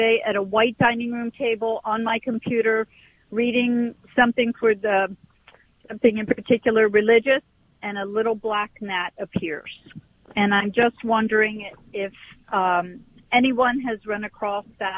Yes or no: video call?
no